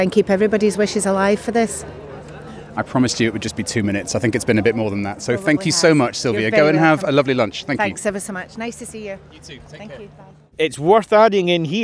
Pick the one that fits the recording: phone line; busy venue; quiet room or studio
busy venue